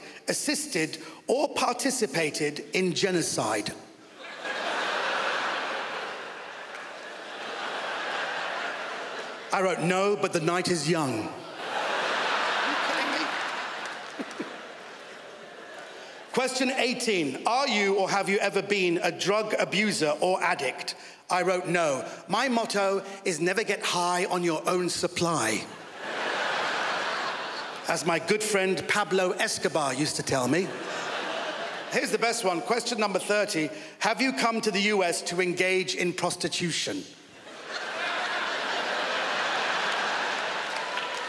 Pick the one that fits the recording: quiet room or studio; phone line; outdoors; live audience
live audience